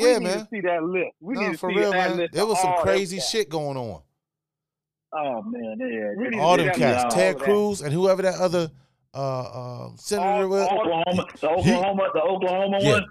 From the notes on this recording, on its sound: Called into the show for this episode.